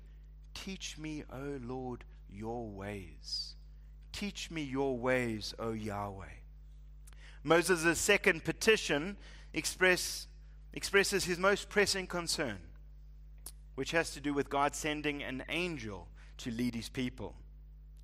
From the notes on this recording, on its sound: Preached at Living Stone Bible Church